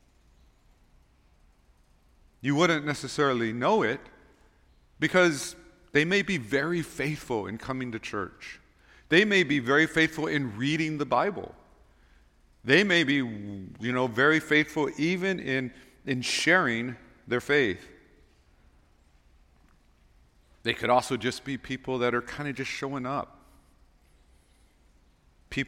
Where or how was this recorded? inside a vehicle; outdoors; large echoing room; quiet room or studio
large echoing room